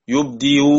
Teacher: سيسهل الهمزه بينها وبين الواو لانها مضمومه